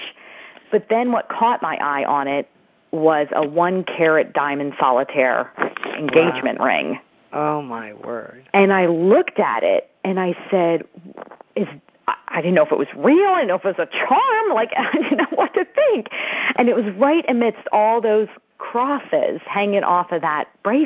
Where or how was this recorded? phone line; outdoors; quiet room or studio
phone line